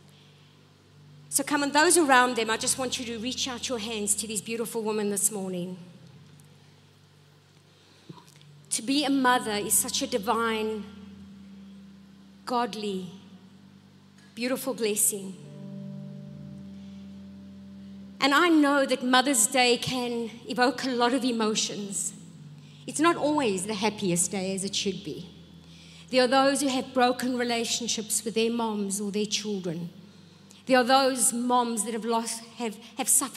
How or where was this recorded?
large echoing room